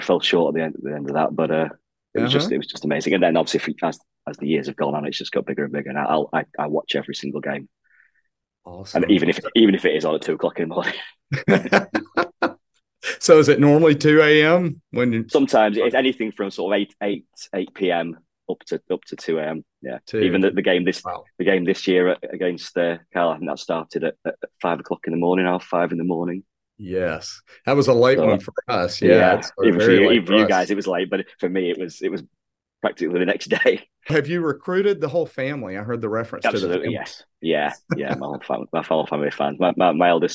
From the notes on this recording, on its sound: We travel over the pond via Zoom to meet England's greatest Auburn fan. More than 4,100 miles and an ocean away.